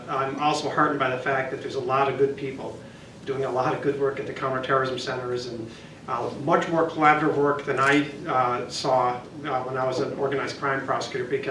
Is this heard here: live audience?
yes